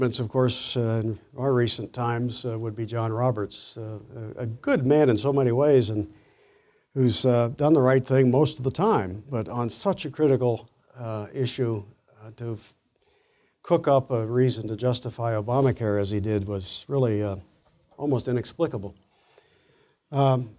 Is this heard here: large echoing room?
yes